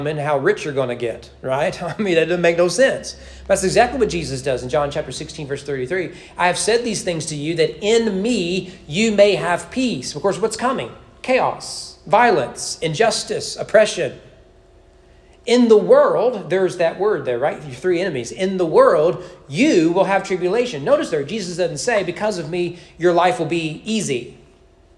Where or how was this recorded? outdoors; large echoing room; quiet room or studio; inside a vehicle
large echoing room